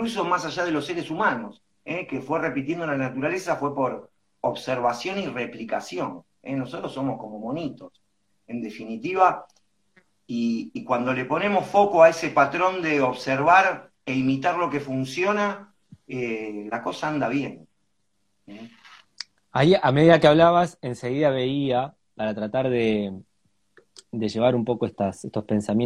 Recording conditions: video call